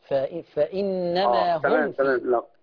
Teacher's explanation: الميم وراها فاء ما تخفاش